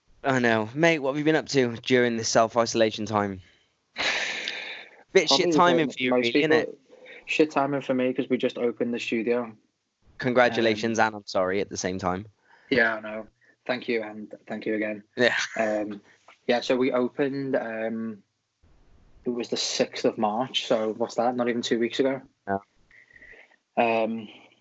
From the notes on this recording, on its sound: Are both in self isolation and have a catch up over skype.